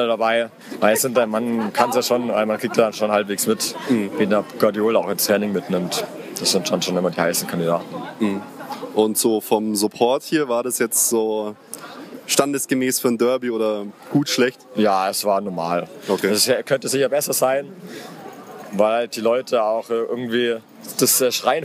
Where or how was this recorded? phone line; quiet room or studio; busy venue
busy venue